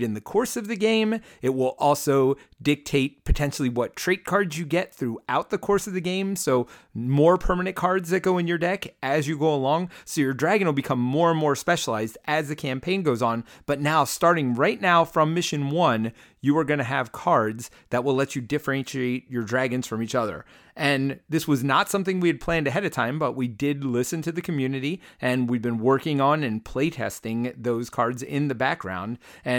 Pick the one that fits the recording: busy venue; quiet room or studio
quiet room or studio